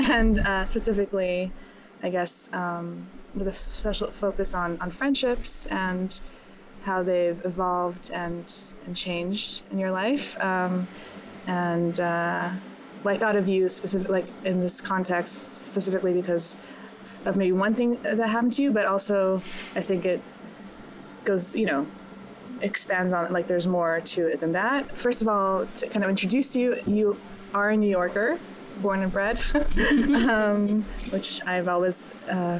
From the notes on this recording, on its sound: This was my first in-person chat in a while and it was a windy day, so some of the audio might sound off at times!